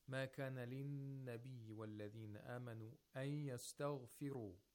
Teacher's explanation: The Nun Sakina is not pronounced. And the Ya is pronounced with both Tashdeed and Ghunna. · Term: Idgham ma'al Ghunna